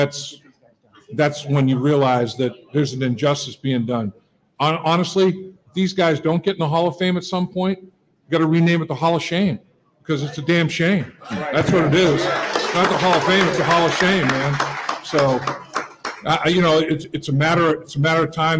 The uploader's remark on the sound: live from the Holy Grail down at the Banks